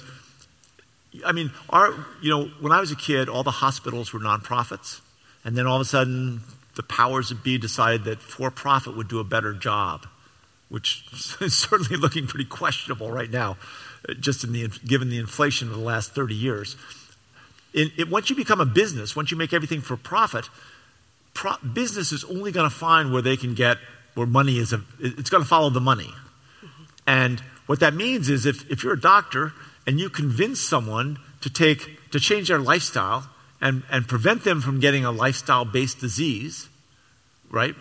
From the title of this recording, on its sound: LIVE at the Flynn